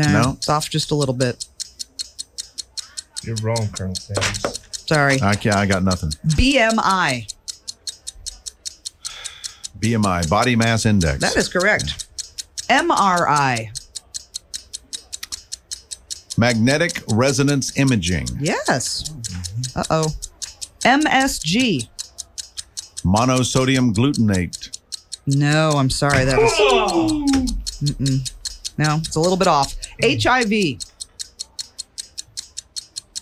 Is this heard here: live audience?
no